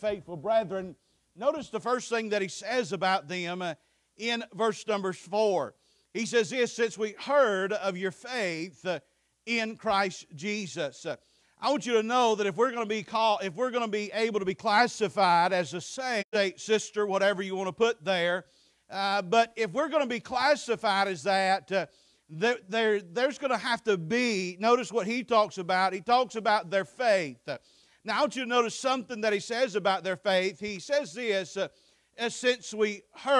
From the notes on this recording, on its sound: Preached at Faith Baptist 9/3/23